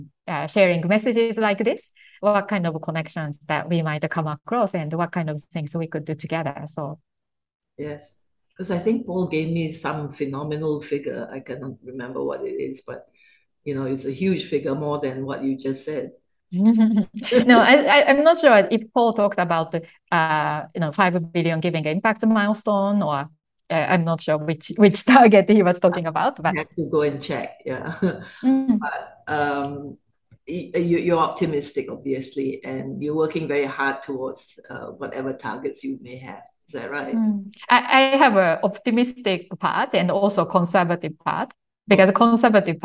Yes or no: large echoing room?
no